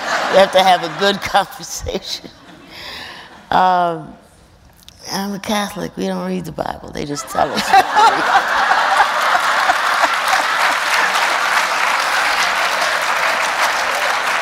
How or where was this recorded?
live audience